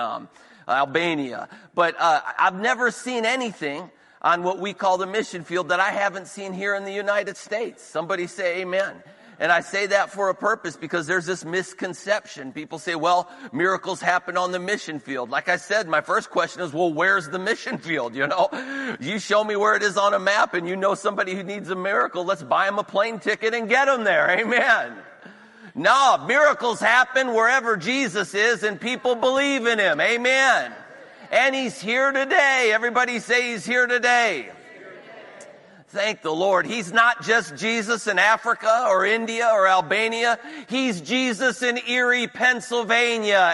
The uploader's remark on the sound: This recording is of the whole service.